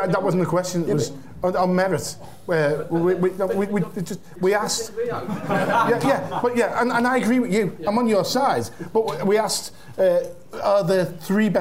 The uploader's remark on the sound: The Game Live - Euro 2012 Roadshow Q&A